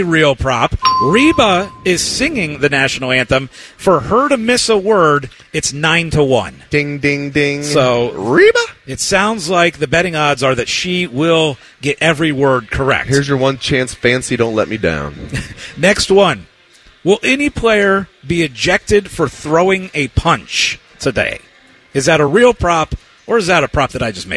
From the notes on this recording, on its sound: live from Hollywood Casino